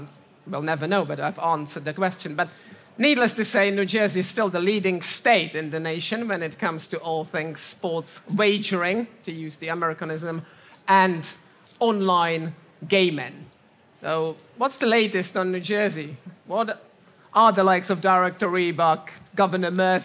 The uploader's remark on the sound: The two joined forces at SBC Summit Barcelona for a live version of The Safe Bet Show.